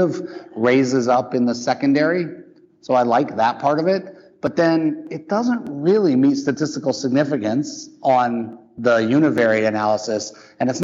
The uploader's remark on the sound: LIVE SHOW: AKIKI2 live from ACNP/PA Critical Care Bootcamp. Thank you so much to the organizers of the ACNP/PA Critical Care Bootcamp who invited us to do a live episode of the show!